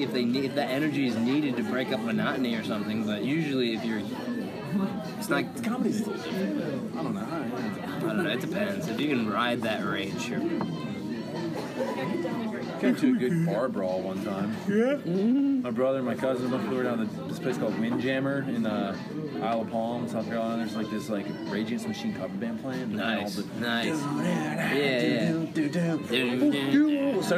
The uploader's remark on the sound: Sorry about the backround noise